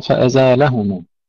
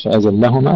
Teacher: يخفف اللام ويضع قبلها الألف · Shown in: first take